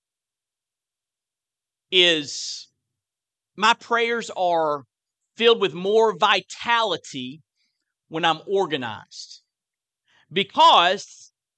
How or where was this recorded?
large echoing room